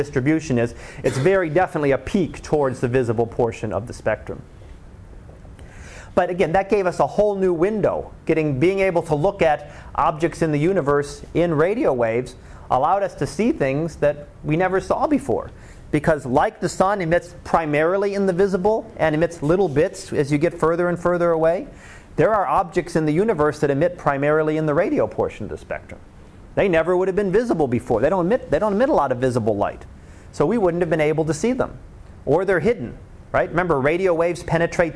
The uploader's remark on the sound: Live Class Lecture